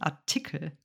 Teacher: Der Akzent Artikel ist tatsächlich hier auf der zweiten Silbe, nicht Artikel, sondern Artikel.